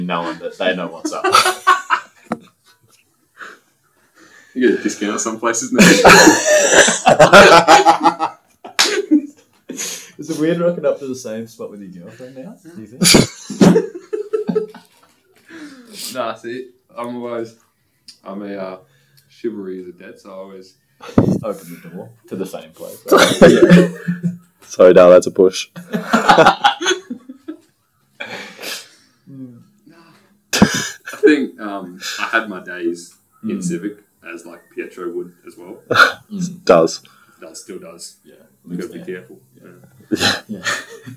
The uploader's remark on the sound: Yep the sound issues are back.